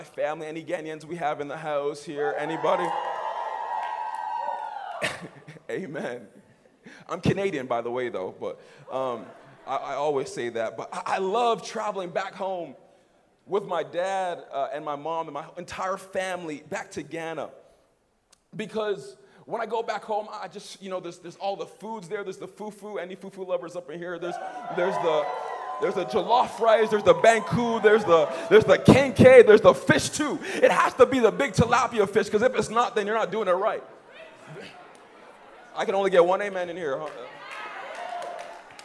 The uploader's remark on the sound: Message preached at Young on Fire Conference (YOF) 2019.